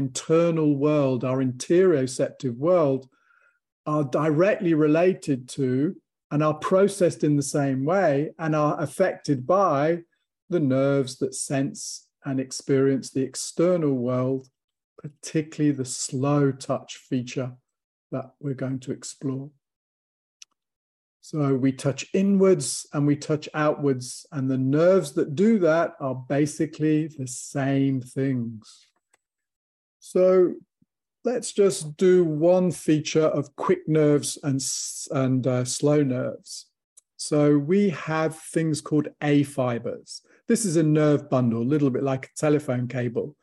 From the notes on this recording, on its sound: From the archives, audio from webinar.